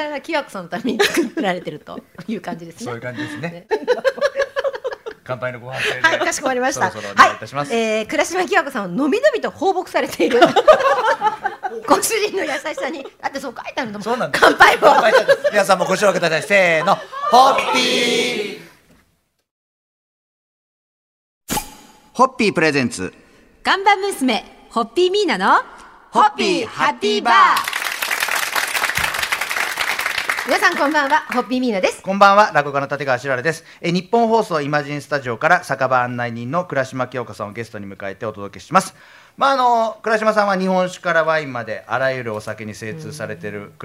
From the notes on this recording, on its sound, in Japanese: 公開収録。